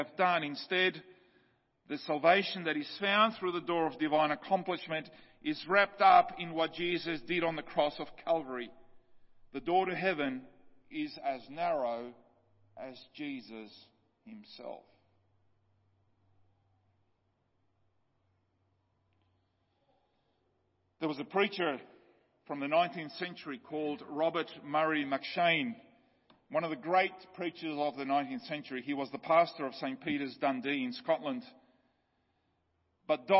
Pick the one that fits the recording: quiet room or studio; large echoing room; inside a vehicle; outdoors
large echoing room